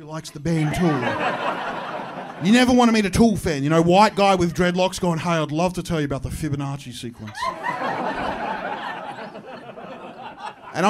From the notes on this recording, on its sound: My live show. Recorded at Comedy Republic.